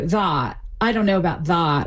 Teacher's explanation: saying the vowel a, like in that, more backed. So that.